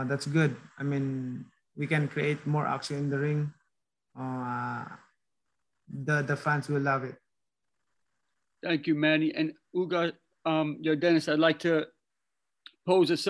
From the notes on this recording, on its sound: Virtual press conference.